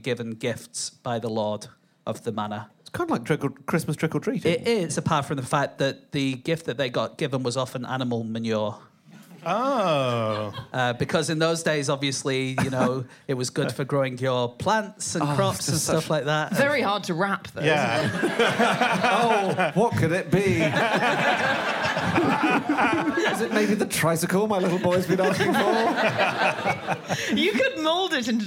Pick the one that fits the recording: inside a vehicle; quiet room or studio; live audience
live audience